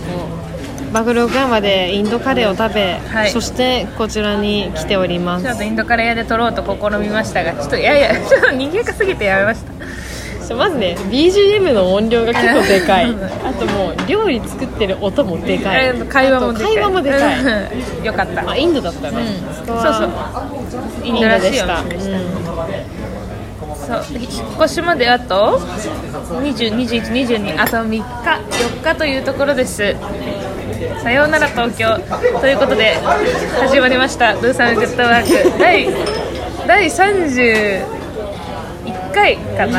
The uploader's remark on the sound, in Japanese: 2020/12/19 19:47新宿の喫茶店タイムスにて収録